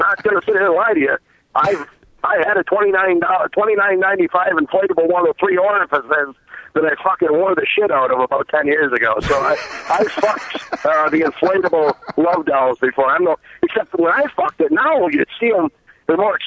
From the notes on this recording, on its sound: Phone calls and listener email.